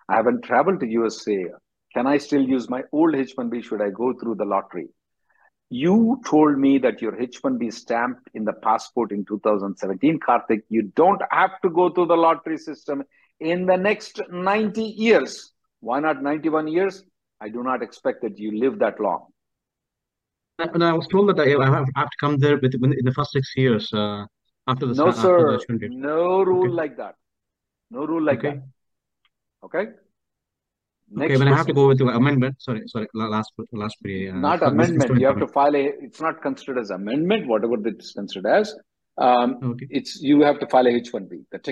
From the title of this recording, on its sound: Conference Call